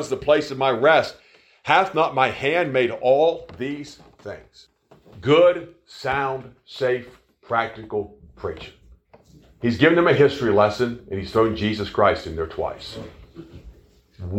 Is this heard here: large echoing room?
yes